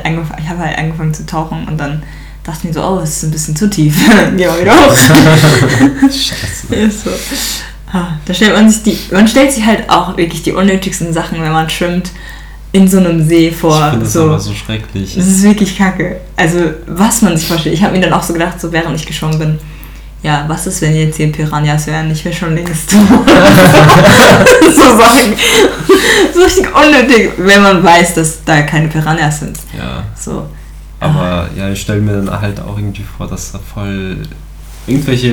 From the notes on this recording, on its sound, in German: Die Audio ist etwas übersteuert